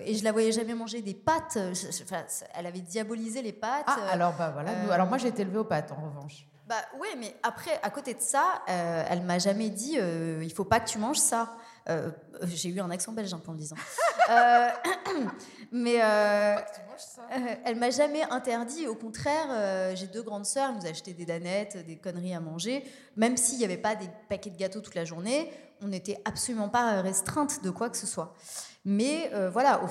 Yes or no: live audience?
yes